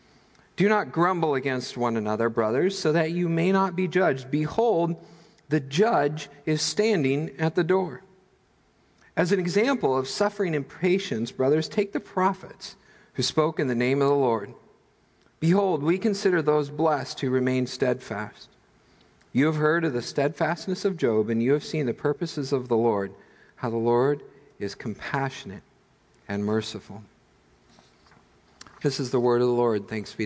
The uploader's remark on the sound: Midland Evangelical Free Church Sermon Audio